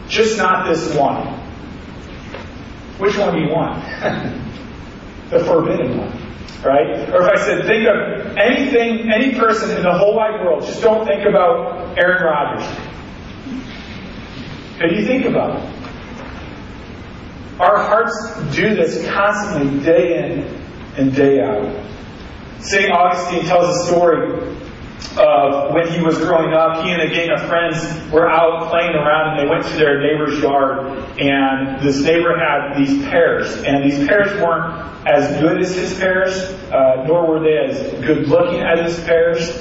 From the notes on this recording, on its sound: Sorry for the poor audio. We had troubles getting the device to record through the sound board.